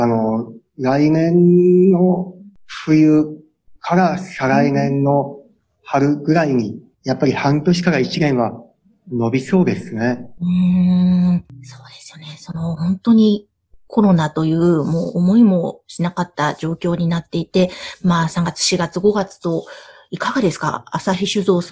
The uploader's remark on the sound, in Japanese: Zoom・オンラインでインタビュー収録をしています。